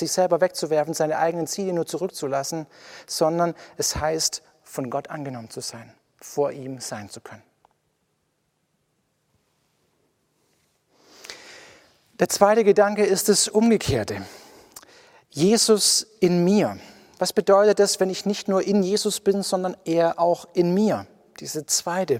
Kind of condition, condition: setting, large echoing room